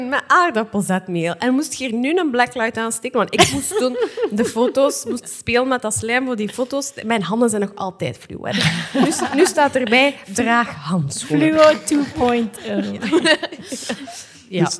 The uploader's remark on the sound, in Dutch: Live op "9000 Boeken" in Gent